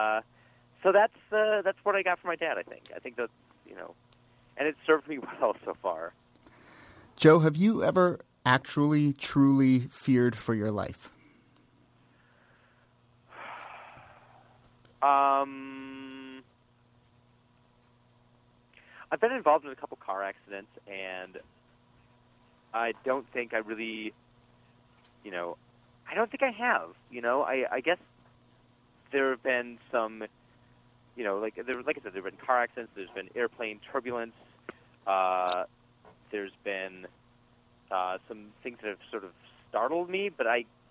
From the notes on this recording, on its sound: Another WFMU call-in special -- Ask Roulette live with callers and special guests